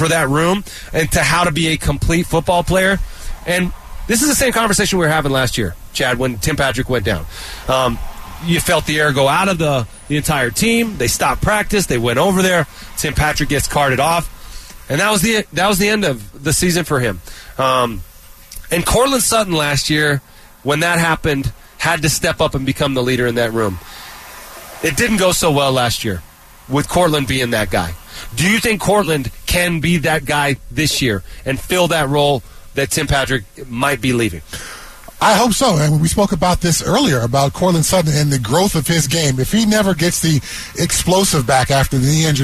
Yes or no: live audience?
no